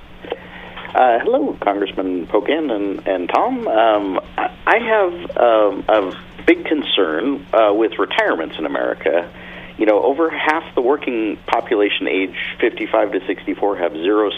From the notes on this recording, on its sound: answers listener phone calls